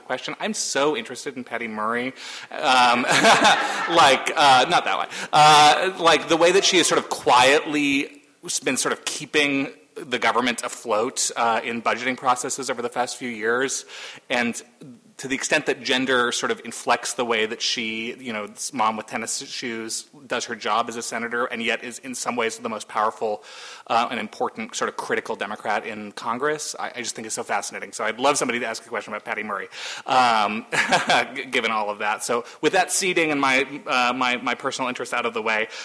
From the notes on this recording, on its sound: at Town Hall Seattle